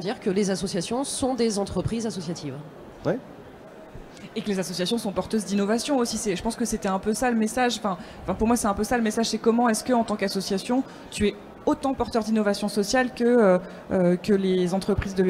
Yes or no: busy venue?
yes